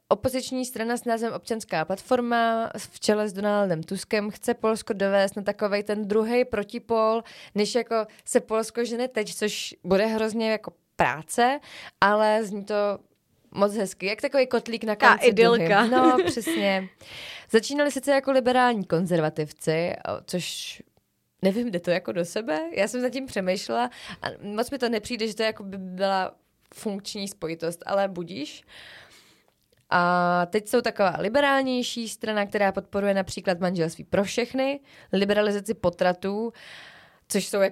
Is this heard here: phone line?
no